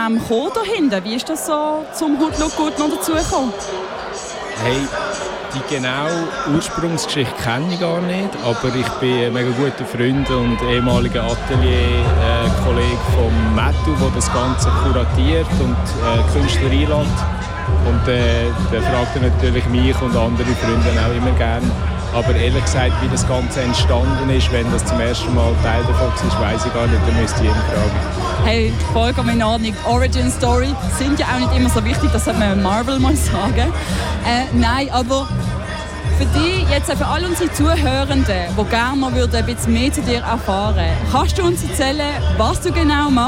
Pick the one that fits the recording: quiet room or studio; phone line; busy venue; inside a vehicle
busy venue